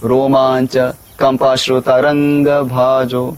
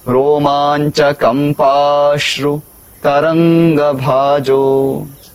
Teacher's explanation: जो दीर्घ वर्ण है कंपा तो उसको थोड़ा खींच के फिर उसका समावेश हो सकता है · Shown in: second take